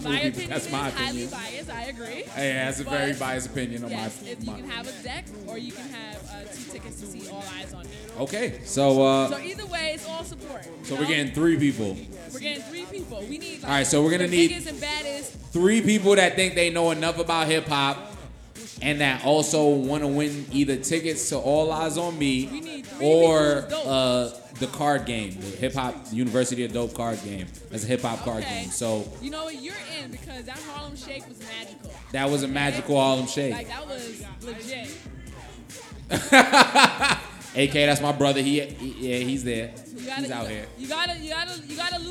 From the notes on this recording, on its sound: UDopeLive at 333 Lounge. We had a live show. On this episode we played University of Dope live with audience members.